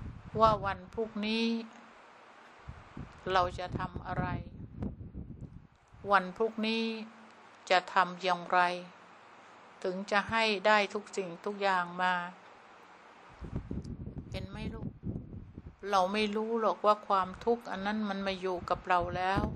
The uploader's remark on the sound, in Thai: เสียงอัดธรรมมะจากเครื่องบันทึกเสียงของคุณแม่